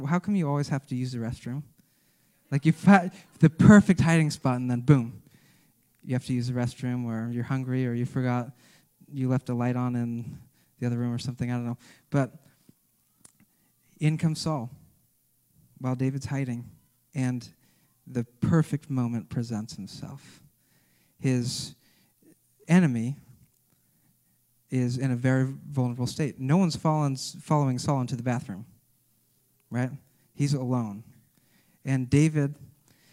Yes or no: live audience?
yes